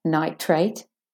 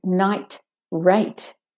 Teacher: night, the T has a bit of a stop and a gap between the night and the rate